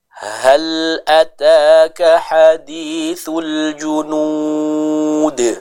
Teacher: ha dengan huruf ha yang dibaca atau dikeluarkan dengan tenggorokan bagian tengah ya, huruf ha yang lembut. Contohnya hal ataka hadithul junud seperti itu.